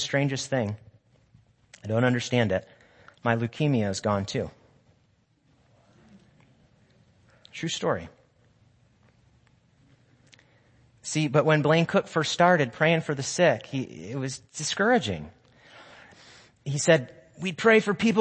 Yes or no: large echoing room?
yes